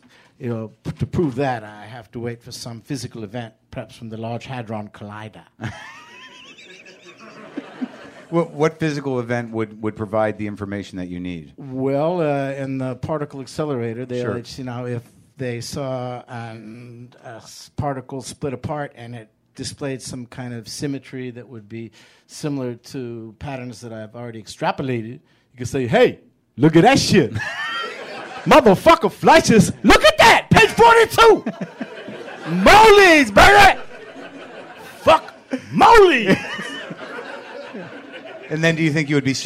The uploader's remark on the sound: this live show at UCB LA